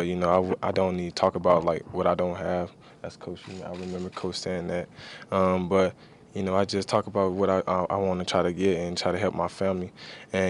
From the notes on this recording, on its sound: during a press conference